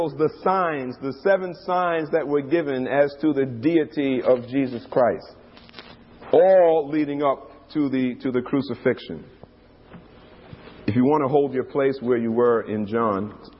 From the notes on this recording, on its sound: These radio broadcasts were recorded from our live church services in New York.